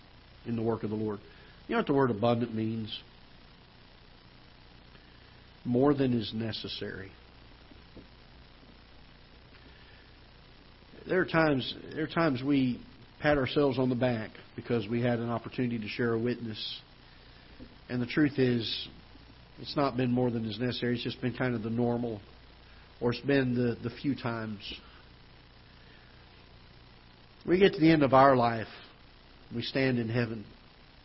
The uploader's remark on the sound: Ketha Heights Baptist Church ~ Live Broadcast